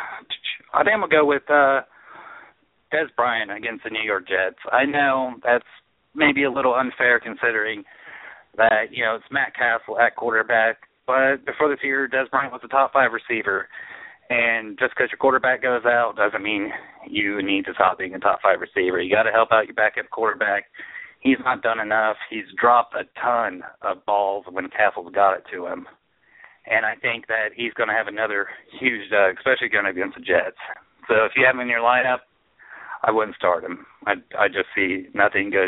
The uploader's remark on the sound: Taking questions via call ins. Hear your questions answered live on air.